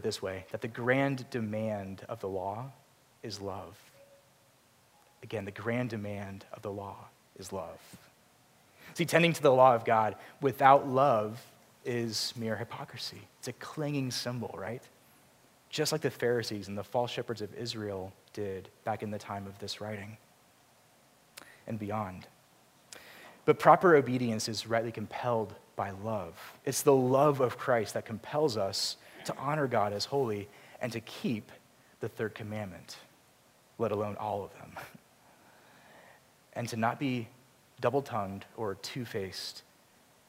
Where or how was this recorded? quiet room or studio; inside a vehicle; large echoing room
large echoing room